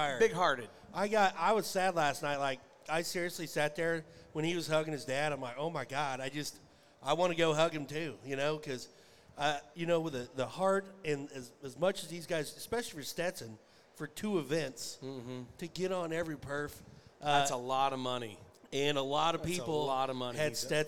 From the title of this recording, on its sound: RümpChät Live 2023 - NFR Edition 4